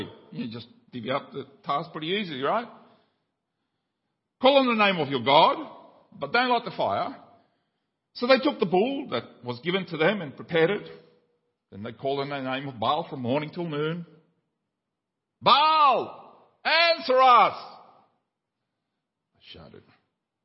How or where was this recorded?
large echoing room